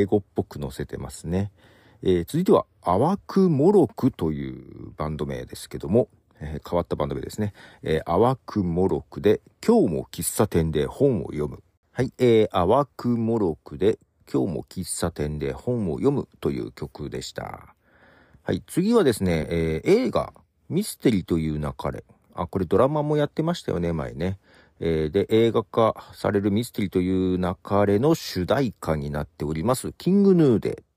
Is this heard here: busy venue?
no